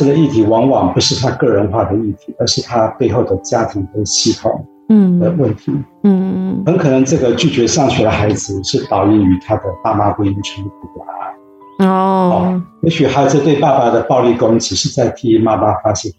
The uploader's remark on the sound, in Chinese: 本集為遠距錄製，音質上有不完美的地方，請多多包涵。